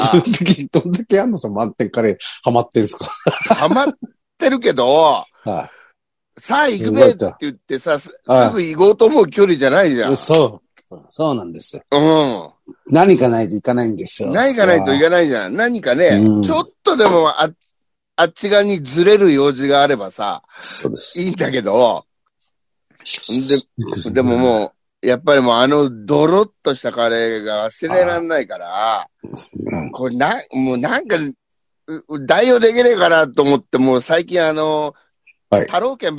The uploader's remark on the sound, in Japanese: ZOOMで収録